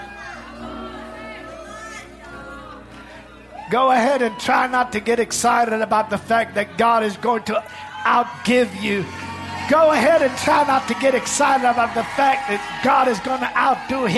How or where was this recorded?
large echoing room